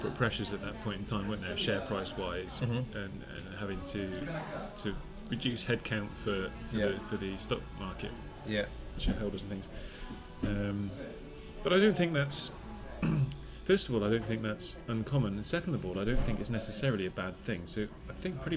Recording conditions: busy venue